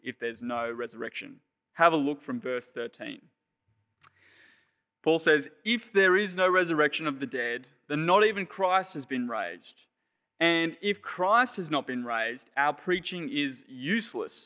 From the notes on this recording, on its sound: Sermon preached on 10 April 2021 at Penrith Anglican Church.